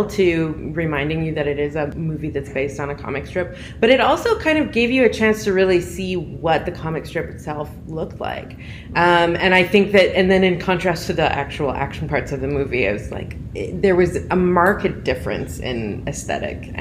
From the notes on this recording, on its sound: Repodcasting’s first-ever LIVE EPISODE?! Recorded on site at Calgary Expo.